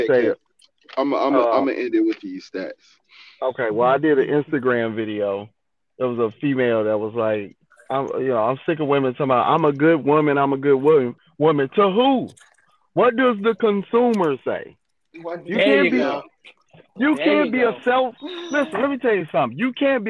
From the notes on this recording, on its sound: we have a normal phone conversation